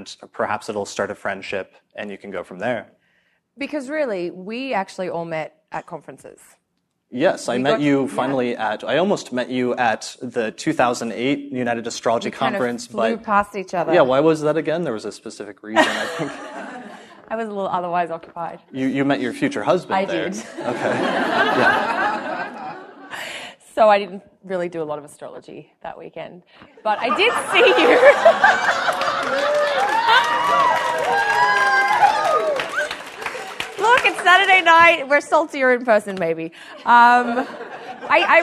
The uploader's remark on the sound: Live Podcast Event at United Astrology Conference 2018. A live podcast discussion that was recorded in front of an audience at the United Astrology Conference in Chicago. This was our first time hosting an event like this, or recording an episode of the podcast in person in front.